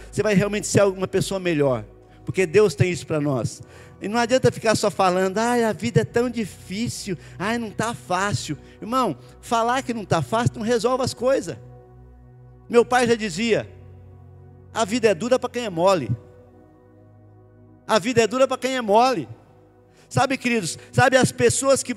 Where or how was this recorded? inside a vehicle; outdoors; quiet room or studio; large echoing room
large echoing room